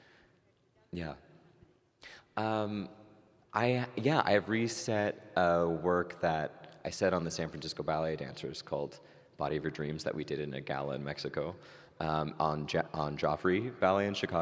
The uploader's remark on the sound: LIVE from San Francisco Ballet’s Unbound Festival